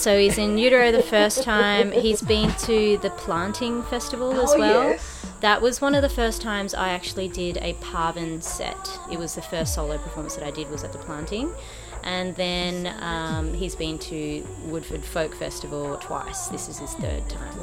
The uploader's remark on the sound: from the streets of the Woodford Folk Festival